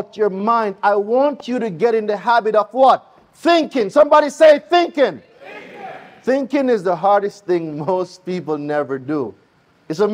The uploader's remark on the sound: LIVE from the Credit Summit in Atlanta, Georgia